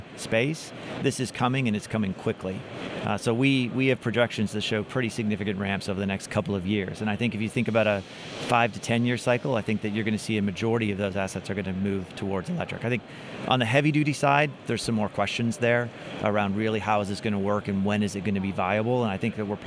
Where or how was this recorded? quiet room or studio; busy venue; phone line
busy venue